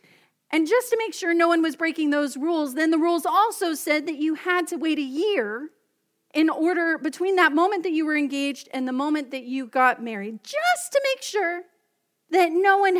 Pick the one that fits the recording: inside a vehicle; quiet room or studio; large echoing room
large echoing room